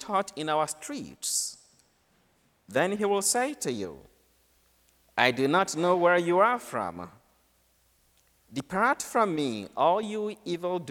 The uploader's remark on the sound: From Holy Spirit Catholic Church in Creston, IA